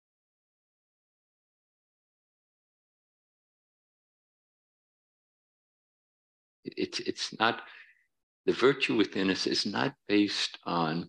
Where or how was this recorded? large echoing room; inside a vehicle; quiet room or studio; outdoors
large echoing room